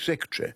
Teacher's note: In the upper class British, you know, you lose unstressed, yes, syllables, like secretary